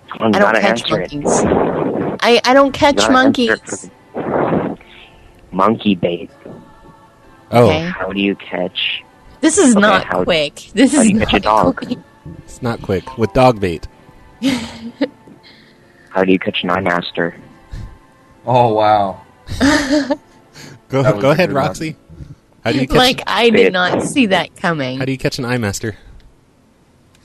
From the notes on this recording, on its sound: …'s Personal Prank Phone Calls Collection.